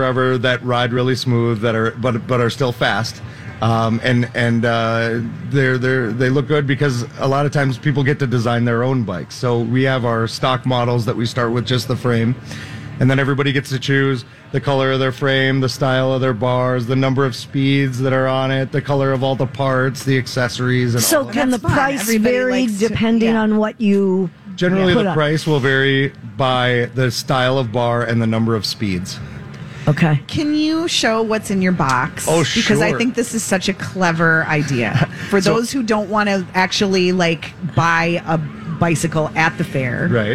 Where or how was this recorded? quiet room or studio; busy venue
busy venue